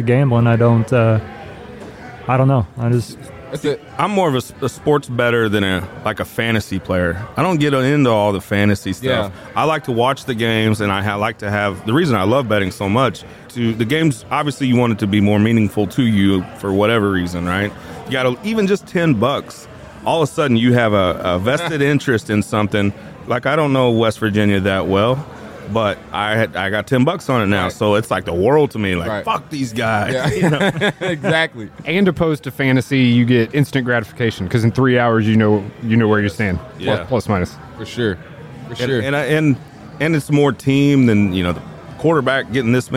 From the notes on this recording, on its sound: March Madness Bracket Breakdown live at the Argosy. We’re partnering once again with Argosy Casino to bring you our official Bracket Breakdown Live. Join us live in Alton, Illinois or listen to our broadcast.